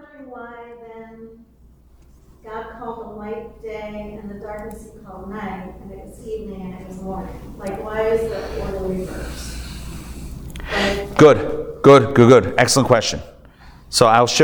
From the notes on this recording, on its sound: Recorded Live at The Torah Center ATL on Thursday, October 12, 2023